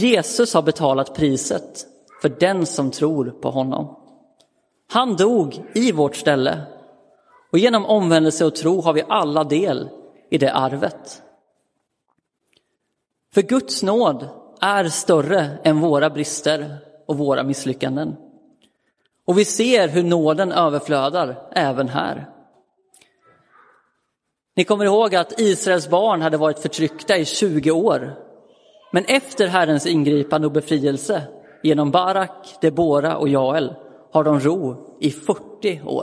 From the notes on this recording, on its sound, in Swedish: Inspelad i Roseniuskyrkan den 15 januari 2023.